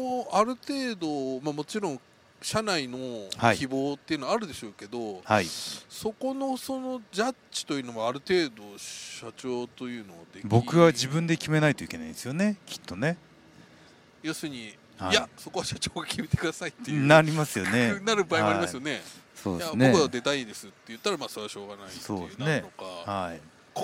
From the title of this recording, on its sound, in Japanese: タクシー移動中に緊急収録